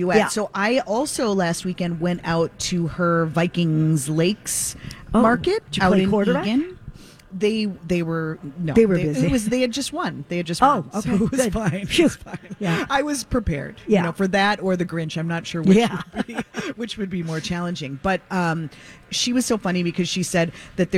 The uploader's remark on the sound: Live from the Children's Theatre Company for another Santa Stop during our 15th Annual Santa Project for Ronald McDonald House!